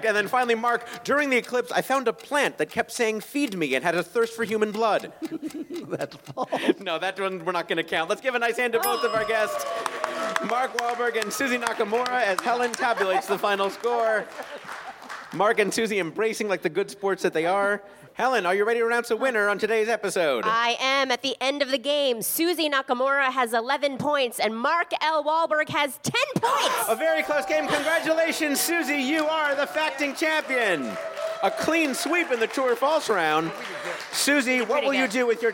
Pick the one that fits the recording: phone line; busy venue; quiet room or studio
busy venue